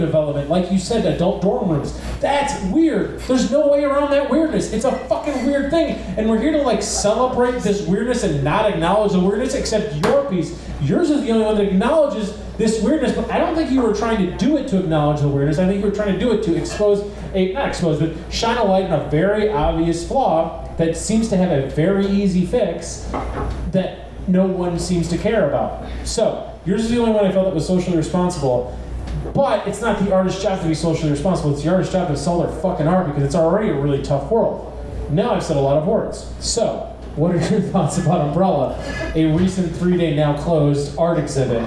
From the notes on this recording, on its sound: Live at The Wonderland Ballroom. Washington, D.C.